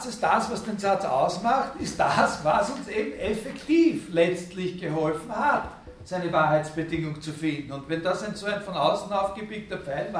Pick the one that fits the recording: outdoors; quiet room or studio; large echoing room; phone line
large echoing room